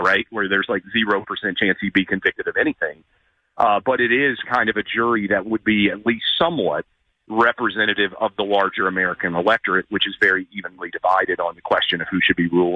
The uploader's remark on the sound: phones in from vacation